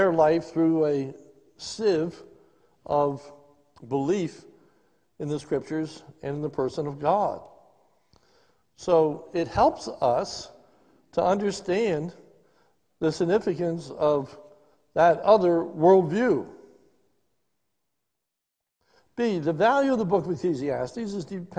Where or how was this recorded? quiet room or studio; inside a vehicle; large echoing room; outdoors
large echoing room